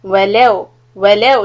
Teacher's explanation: keep the wow soft and then do the low with a little bit of a push